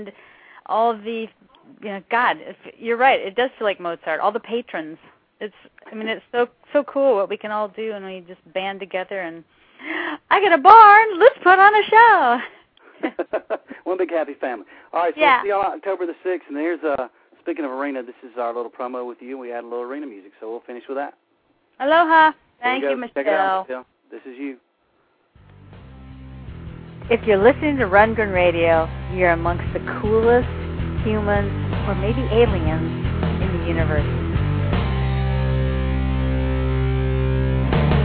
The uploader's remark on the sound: taking calls from listeners